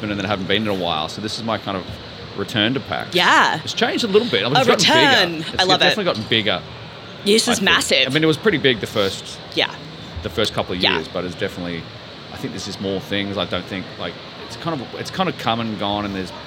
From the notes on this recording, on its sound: We talk all things Pax and all things snacks right from the Audio Technica booth on the Pax Aus show floor.